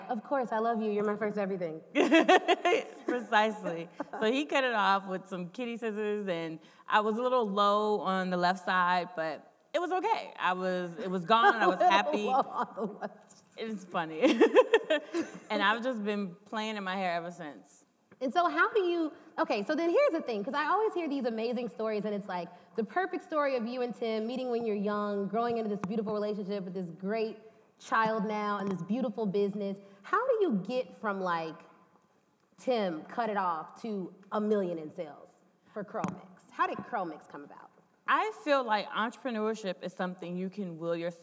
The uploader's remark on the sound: This is part three of the live taping